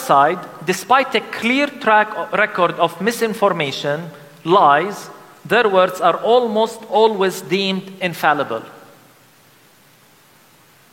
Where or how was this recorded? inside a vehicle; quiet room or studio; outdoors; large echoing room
large echoing room